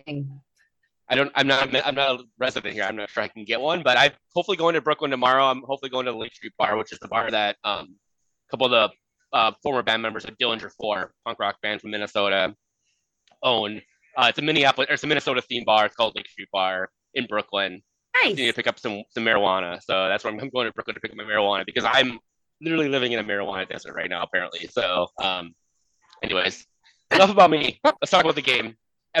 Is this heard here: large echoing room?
no